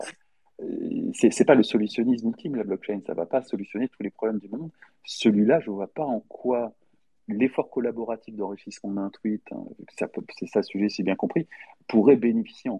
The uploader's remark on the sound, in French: réalisé le 28 juillet 2023 lors d'un Twitter X-Space